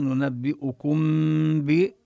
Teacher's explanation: وكما بينا ننتقل في الإخفاء من الكاف المضمومة ننبئكم ب إلى مخرج الباء، ومخرج الباء هو مخرج الميم بإطباق الشفتين، لكن الفرق بين إظهار الميم وبين إخفائها أنه في الإخفاء توجد غنة، أما مع الإظهار فلا توجد الغنة، ولا نبقي فرجة كما سبق وبينا بين الشفتين حتى نقول نخفي الميم.